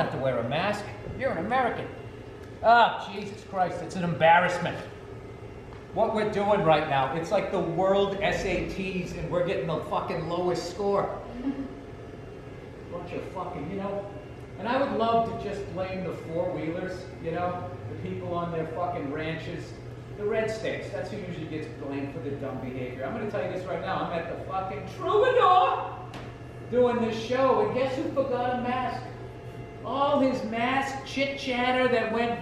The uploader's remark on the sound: Live at the Troubadour